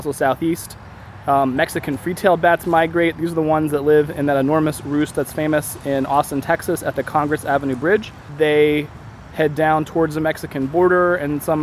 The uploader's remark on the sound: In this special mini episode, we take a page from the Field Guides and record a full episode outside at one.